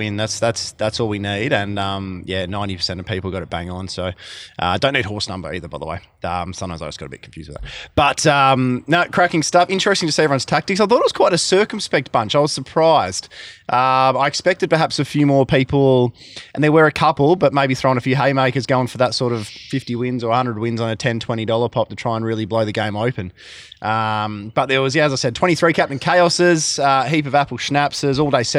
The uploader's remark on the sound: Recording from "Butchy's Big Deck" up at The Mundaring Hotel